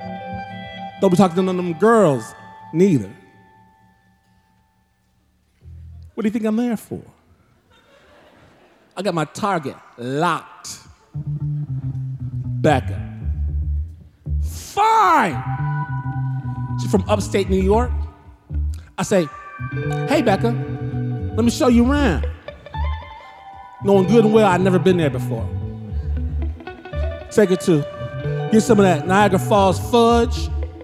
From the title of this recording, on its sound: Snap LIVE! At The Paramount